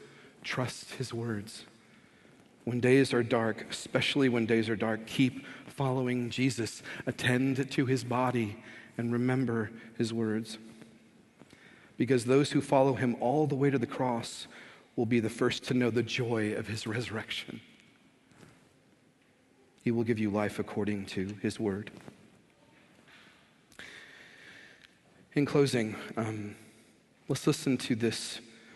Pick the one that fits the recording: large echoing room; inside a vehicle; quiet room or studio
large echoing room